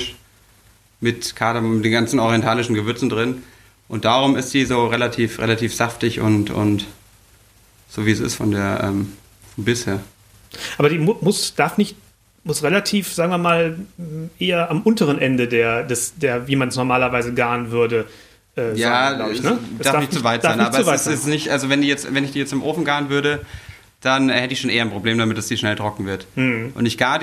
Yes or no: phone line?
no